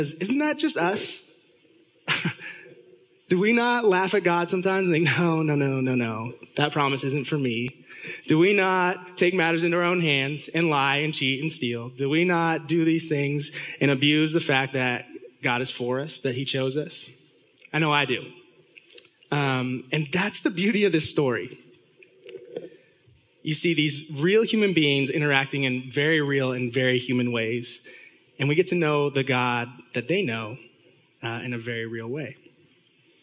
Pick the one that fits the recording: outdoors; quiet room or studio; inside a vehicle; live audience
live audience